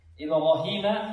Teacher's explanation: والراء مضخمة لأنها مفتوحة